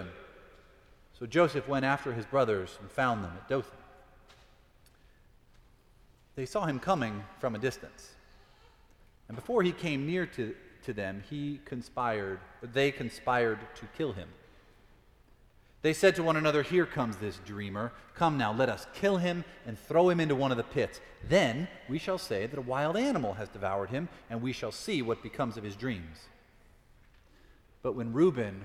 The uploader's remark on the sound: Preached at Fourth Presbyterian Church.